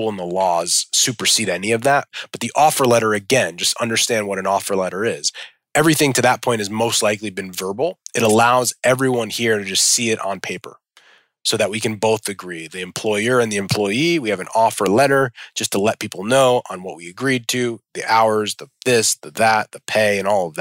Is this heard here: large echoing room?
no